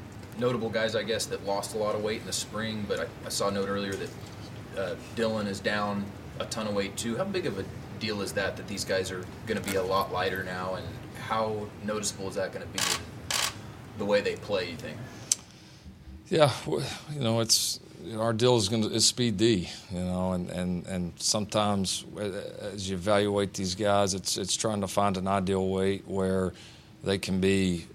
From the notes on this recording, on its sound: Media Day Recap. The entire press conference from both coaches.